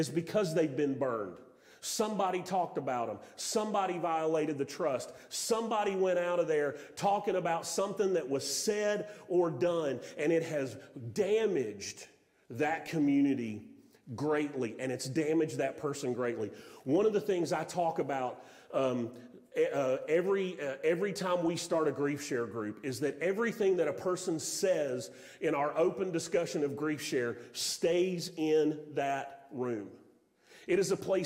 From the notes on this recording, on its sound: Sermon audio from Mission Church in Locust, NC.